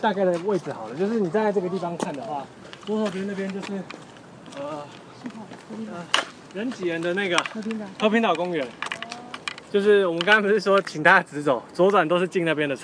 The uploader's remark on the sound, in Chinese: 社寮東砲台(本部分有實境走訪錄音！)。槓子寮砲台(本部分有實境走訪錄音！)。